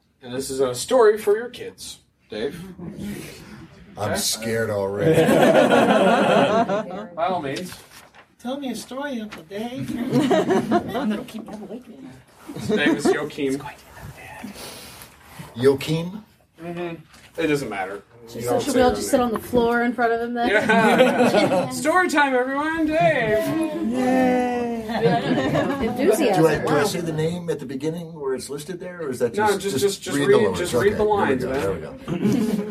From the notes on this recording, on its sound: Balticon Bonus Episode 1. This is a panel from Balticon 49, entitled Dynamic Voice Acting.